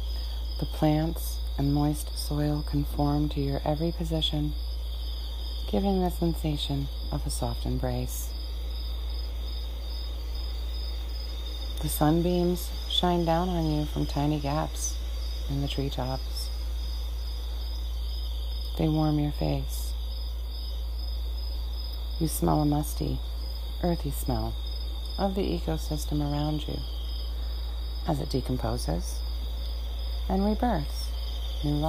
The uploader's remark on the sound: Let’s take a walk through the forest and reflect and meditate the sounds and energy around us